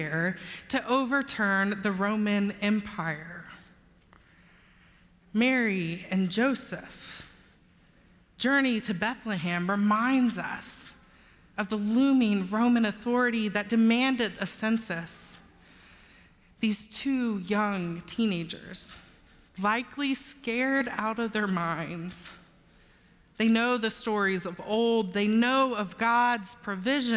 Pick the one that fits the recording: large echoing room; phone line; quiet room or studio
large echoing room